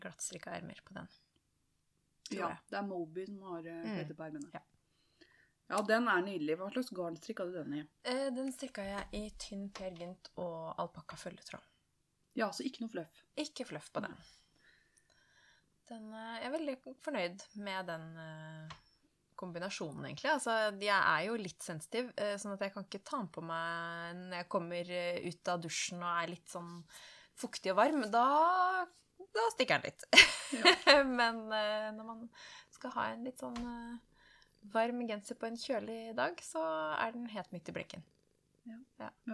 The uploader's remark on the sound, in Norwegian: Mye maling og annen puselyd.